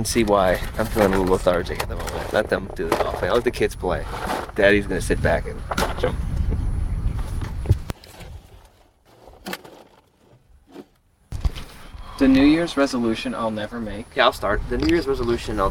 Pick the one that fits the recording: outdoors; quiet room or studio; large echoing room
outdoors